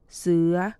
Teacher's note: เสียงวรรณยุกต์เปลี่ยนต่ำขึ้นสูง · Term: เสียงวรรณยุกต์ต่ำเลื่อนขึ้นสูง